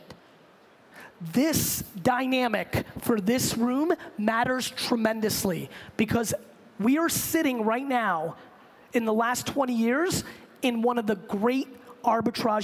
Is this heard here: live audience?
yes